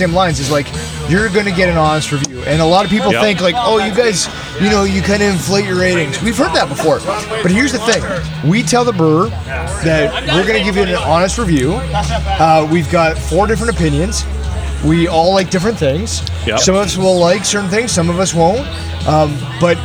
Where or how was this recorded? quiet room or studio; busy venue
busy venue